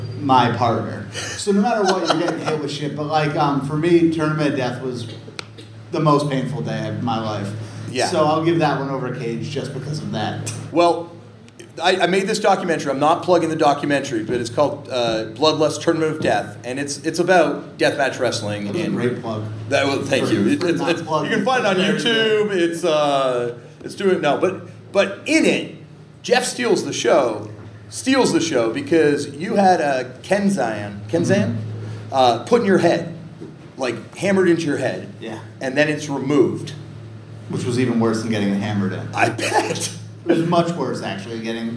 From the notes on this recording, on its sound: TURNED OUT A PUNK LIVE IN PHILLY. Let’s do it Philly Style as the Turned Out A Punk Live tour rolls into Hostile City USA!